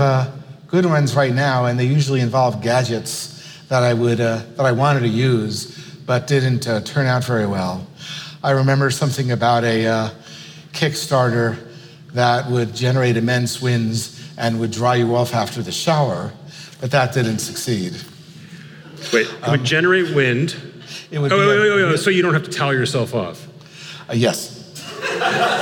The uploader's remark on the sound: on stage in Brooklyn